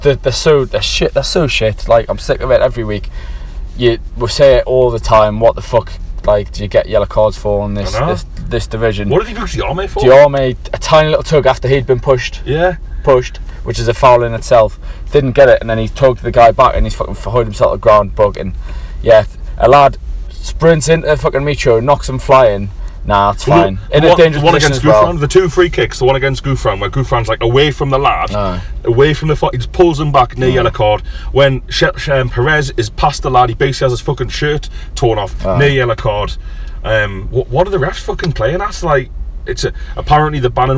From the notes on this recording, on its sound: join you from a car park outside of Hillsborough